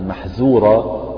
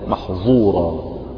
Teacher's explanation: إذا فخمت الذال أو أطبقتها تحولت إلى محظورة